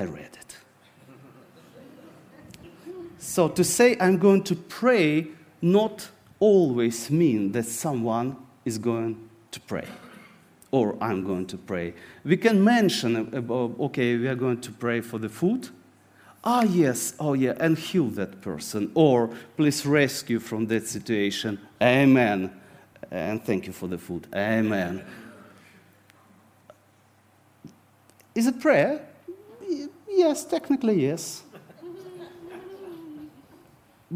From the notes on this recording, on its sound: This sermon was recorded on Sunday 10th September 2023 at our Putnoe venue.